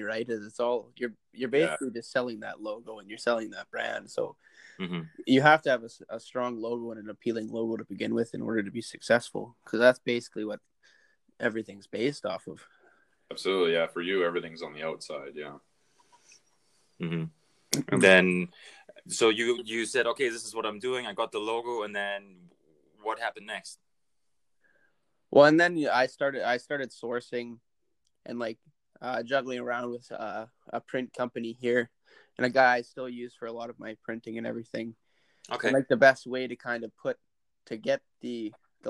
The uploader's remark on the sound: this is our first remote recording through the anchor app.